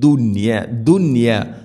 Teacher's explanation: അതേസമയം ദുനിയ എന്നത് ഒറ്റ പദത്തിലാണ് നൂനും യാ ഉള്ളത്, അതുകൊണ്ട് അവിടെ ഇദ്ഹാറാണ് ചെയ്യുക. വെളിവാക്കി ഉച്ചരിക്കണം, മണിക്കരുത്.